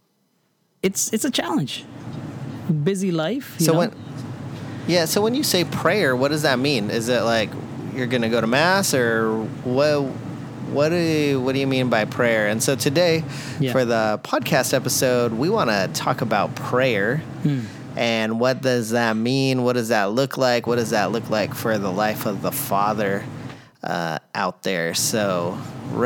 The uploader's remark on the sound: We apologize that there was some audio issues this week, and you may hear some background noise